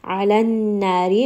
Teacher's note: Wuqifu, this is going to be a 2-count mad. Alan nari, ayn is going to be from the middle of the throat. Noon is going to have ghunna, so we are going to spend a bit of time on this because it has shadda.